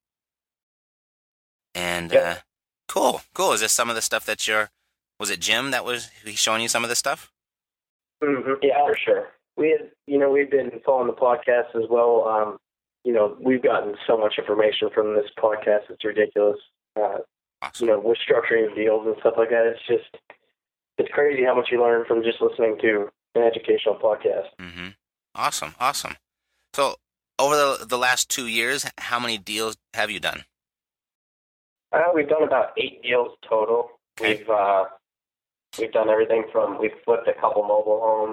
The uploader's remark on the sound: received a phone call from two podcast listeners